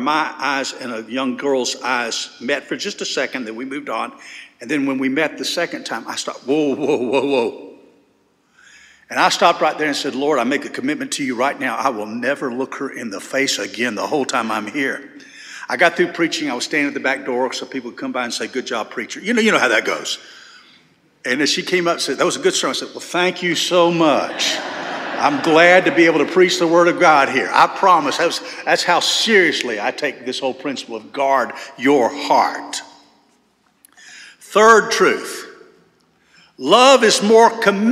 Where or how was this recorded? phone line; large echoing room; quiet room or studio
large echoing room